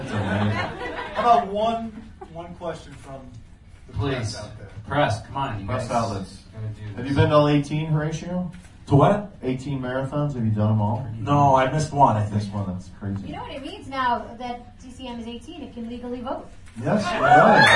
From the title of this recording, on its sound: Live from DCM18: The Del Close Marathon